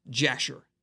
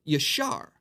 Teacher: Now, it's not pronounced Jasher. There's no J sound in the Hebrew. · Shown in: second take · It's the book of Yashar, which means the book of the upright.